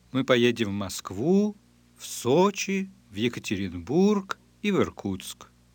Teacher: IC6 can also be used to signal pauses. Note that IC6 is characterized by a sharp rise on the stressed syllable, followed by a high and level tone.